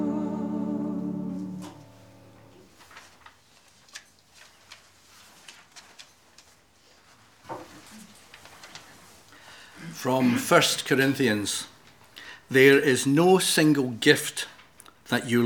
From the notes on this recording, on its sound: Audio podcast of morning service